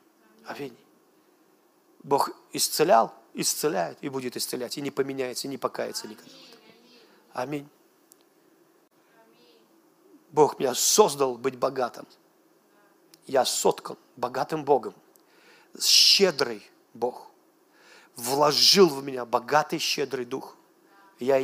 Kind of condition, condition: setting, large echoing room